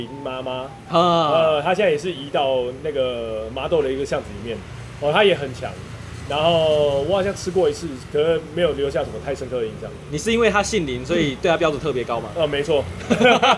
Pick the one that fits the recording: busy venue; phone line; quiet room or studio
busy venue